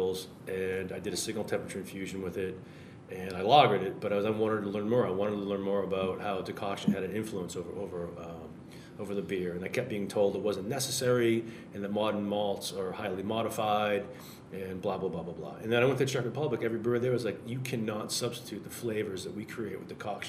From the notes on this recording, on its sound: A special segment recorded at Notch Brewery in Salem, Massachusetts.